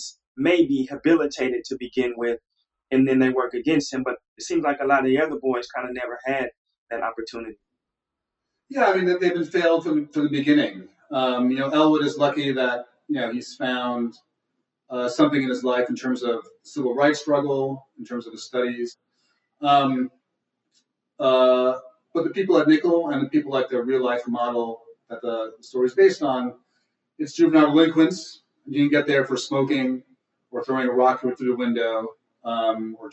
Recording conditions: video call